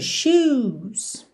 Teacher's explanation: shoes, sapato, tem esse O comprido